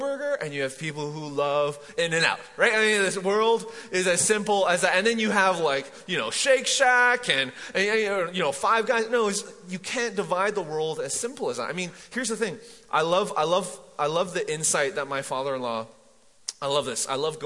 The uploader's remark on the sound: MJ campus. Recorded live at The Fellowship at Mt Juliet on February 24, 2019.